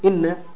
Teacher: النون حرف أغن مشدد يغن بمقدار حركتين